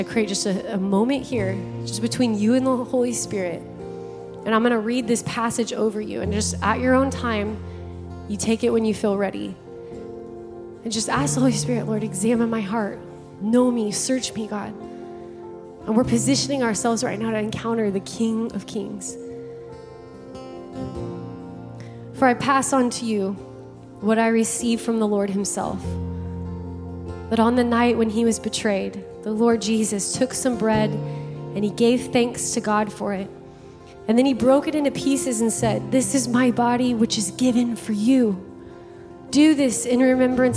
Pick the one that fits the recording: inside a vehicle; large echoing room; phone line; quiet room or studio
large echoing room